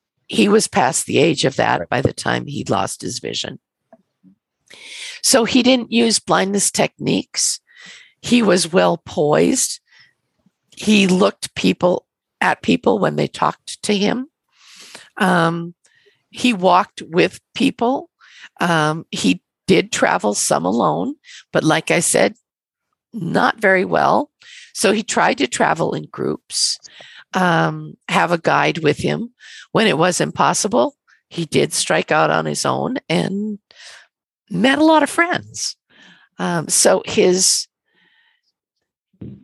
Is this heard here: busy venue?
no